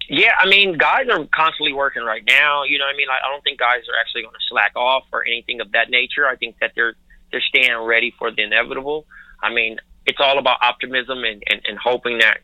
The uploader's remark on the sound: We make calls from our Upper West Side apartment to LA. We then phone Brooklyn.